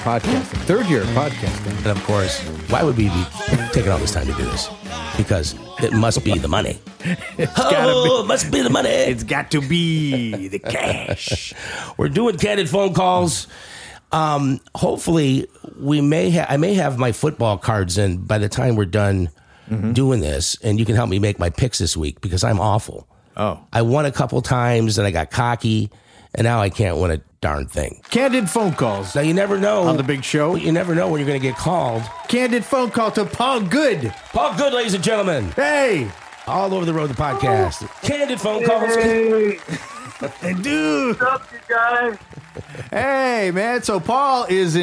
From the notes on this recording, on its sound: Candid Phone calls.